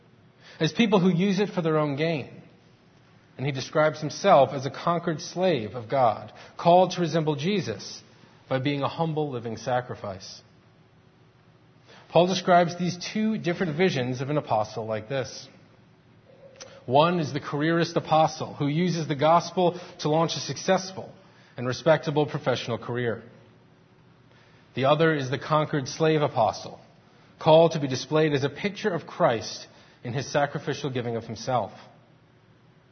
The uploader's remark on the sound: Faith Presbyterian Church – Morning Service